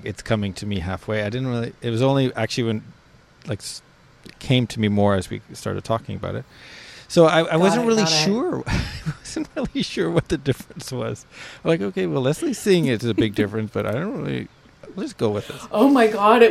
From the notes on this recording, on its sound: takes this one outside with the birds in the backyard and so chirping can be heard